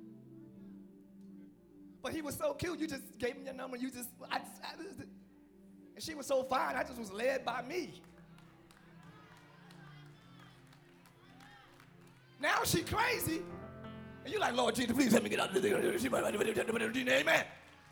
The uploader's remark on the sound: Live Church Orlando